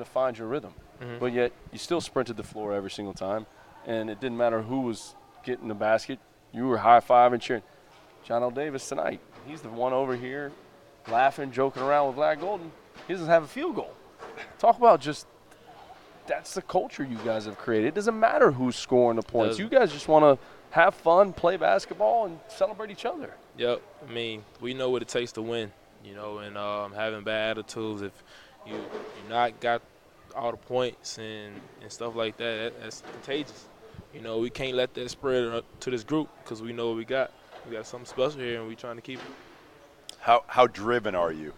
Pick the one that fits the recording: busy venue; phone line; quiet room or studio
busy venue